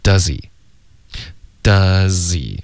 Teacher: H 的音听不见，直接连到前面的 z 音了